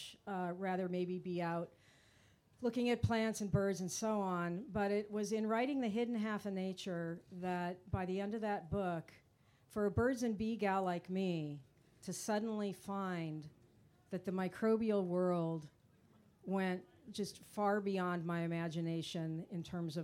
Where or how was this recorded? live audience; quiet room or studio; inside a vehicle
live audience